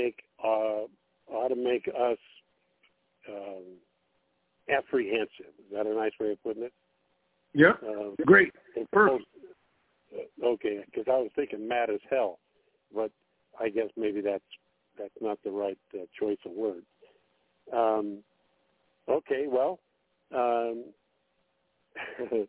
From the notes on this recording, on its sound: TNTSuperfantastic Conference Call